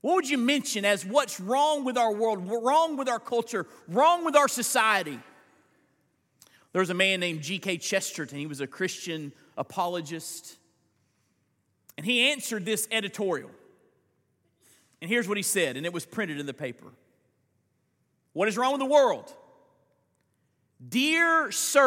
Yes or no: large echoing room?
yes